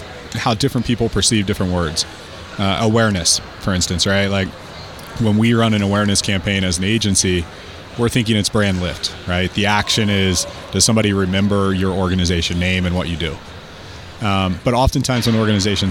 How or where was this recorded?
busy venue